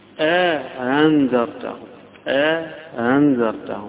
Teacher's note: همزة بعدها مدة بعدها همزة مسهلة